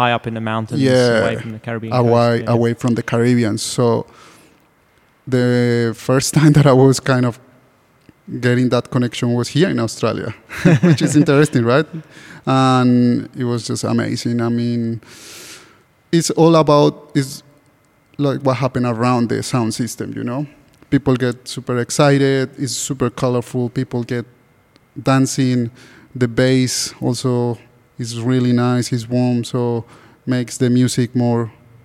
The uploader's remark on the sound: Live conversation in the gallery.